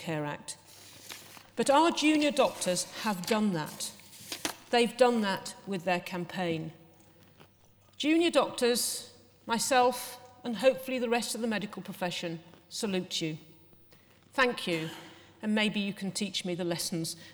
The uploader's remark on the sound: During the Big Debate at BMJ Live in London last week six speakers argued for and against the motion. After presentations from the six speakers and questions from the floor, the audience voted in favour of the motion.